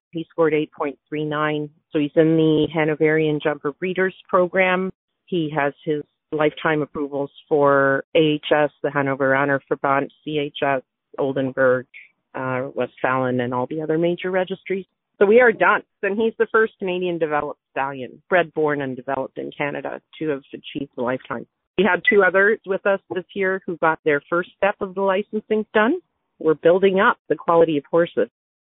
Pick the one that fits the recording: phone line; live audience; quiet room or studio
phone line